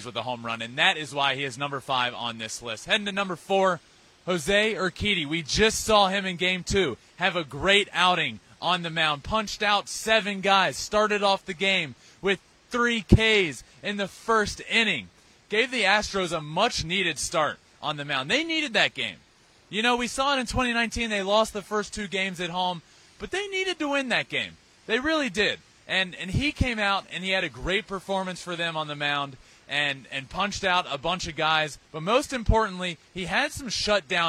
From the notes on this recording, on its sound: LIVE from Truist Stadium in Atlanta